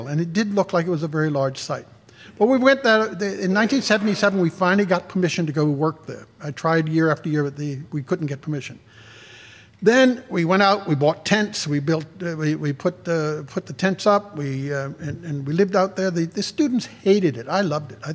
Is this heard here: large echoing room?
yes